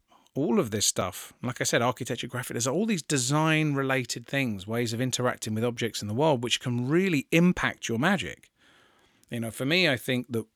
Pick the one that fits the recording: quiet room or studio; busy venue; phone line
quiet room or studio